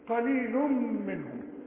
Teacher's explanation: قليل تنوين وبعده ميم، ادغم ادغام كامل بغنة